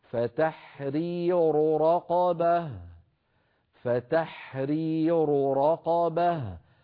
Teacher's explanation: مفتوحة الراء إذن مفخمة أعيد فتحرير رقبة فتحرير رقبة رق به بعد أن نقول راق نفخم الراء والقاف به نعود فنرقق الباء ونرقق الهاء